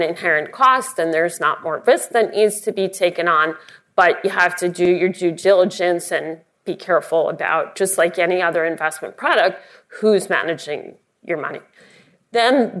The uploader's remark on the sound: Live from Investor Connection, the first-ever partnership between Investopedia and Morningstar.